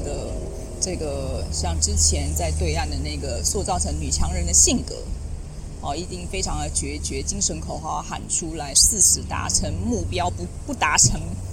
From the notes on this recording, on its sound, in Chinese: 這一次，我選擇從臺中火車站走到臺南火車站大概152公里這樣的距離。因為我已經累得不想拿出行李翻出麥克風來錄音，所以直接就拿著手機邊走邊錄，你可以聽到旁邊有很多雜音，這些雜音可能包含了火車的聲音、馬路碎石子的聲音、還有鳥叫的聲音、甚至是旁邊有汽機車騎過還有天上飛過飛機的聲音。